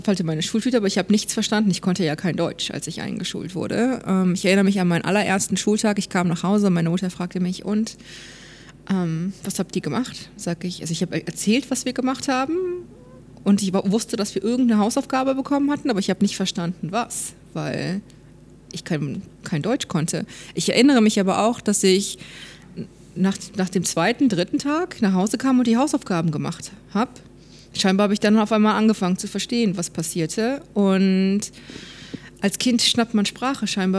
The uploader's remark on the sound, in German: Dies ist eine Zusatzfolge, die wir auf der Future Work Konferenz in Berlin aufgenommen haben.